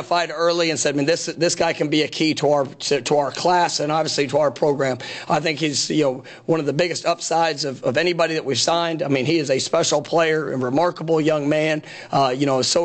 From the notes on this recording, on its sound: National Signing Day Press Conference